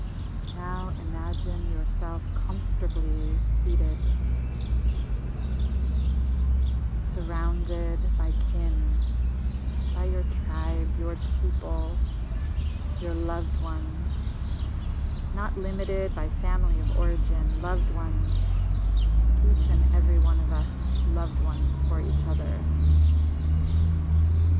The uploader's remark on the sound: The volume of the audio rises and falls because of some background noise (I recorded in a park this morning).